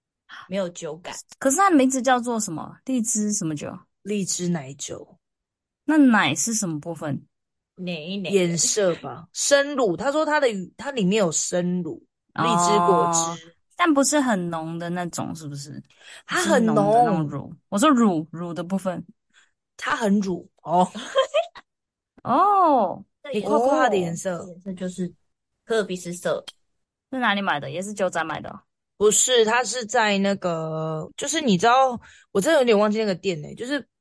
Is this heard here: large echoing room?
no